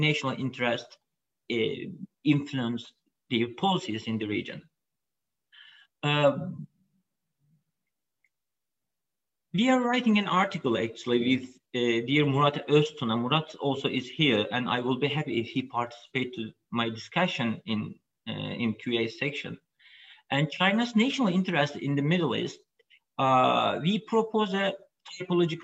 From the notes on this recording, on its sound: This public talk was conducted online via Zoom